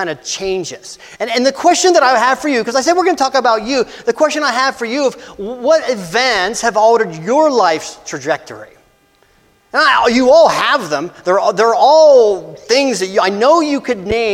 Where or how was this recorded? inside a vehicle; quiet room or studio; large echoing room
large echoing room